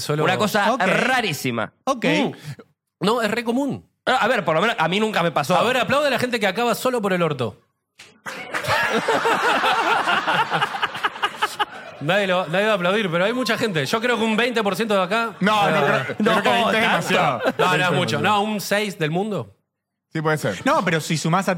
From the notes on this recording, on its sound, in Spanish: Estamos EN VIVO en el TEATRO CHACAREREAN